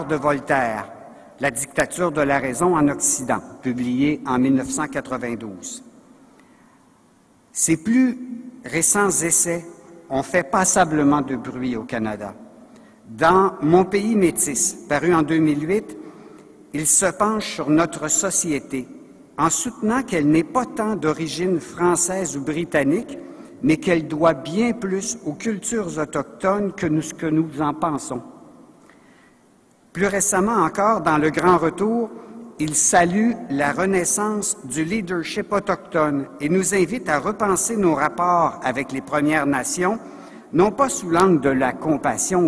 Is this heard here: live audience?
yes